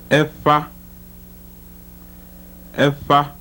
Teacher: the voiceless bilabial fricative